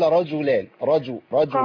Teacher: رجلان كده الجيم مش معطشة